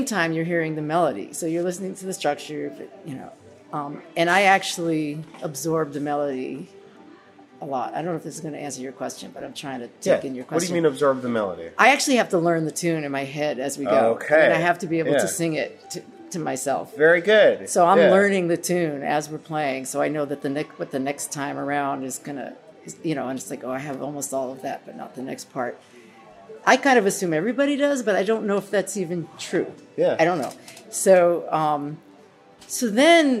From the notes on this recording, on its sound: We recorded this at Clifftop!